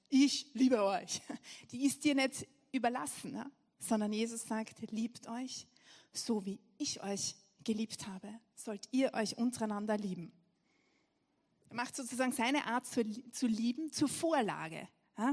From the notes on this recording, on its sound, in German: Gottesdienst live aus der LIFE Church Wien.